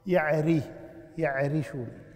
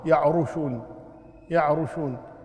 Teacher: من حيث القراءة في فرق. لما تقراها يعرشون بالكسر ترقق الراء · Shown in: first take